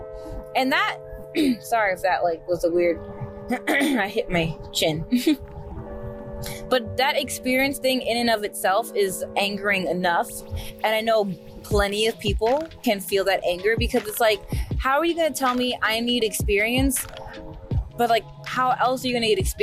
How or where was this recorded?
inside a vehicle